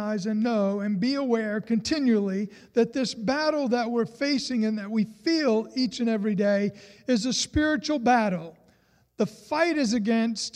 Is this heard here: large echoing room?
yes